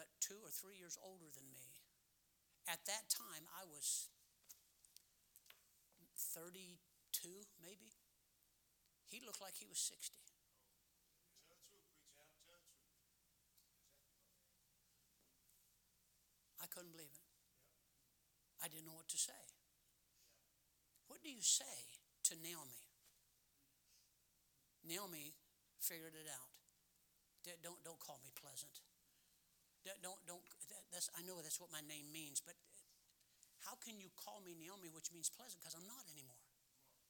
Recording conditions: large echoing room